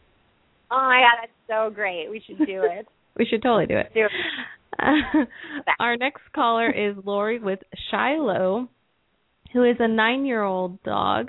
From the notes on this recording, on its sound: open up the lines for listeners to call